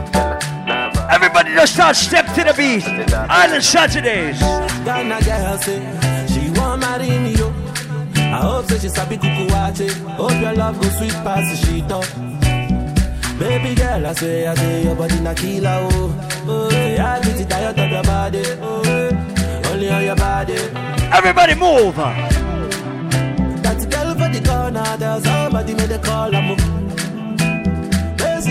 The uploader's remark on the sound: Live audio from island saturdays on july 21.